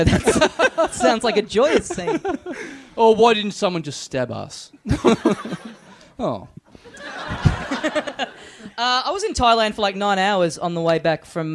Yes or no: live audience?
yes